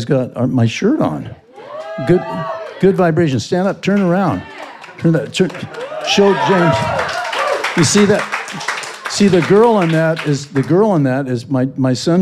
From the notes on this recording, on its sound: I did this interview LIVE in New York.